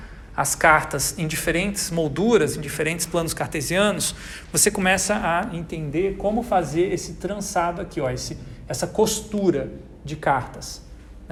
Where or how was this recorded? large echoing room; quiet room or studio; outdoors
large echoing room